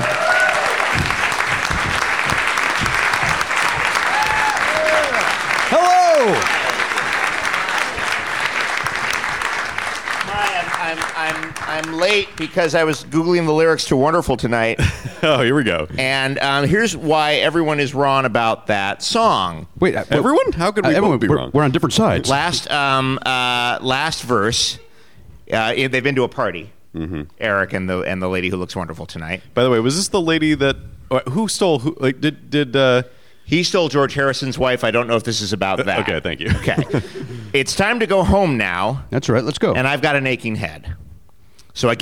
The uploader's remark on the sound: Recorded at the Gateway Theatre as part of SF Sketchfest on January 12, 2019.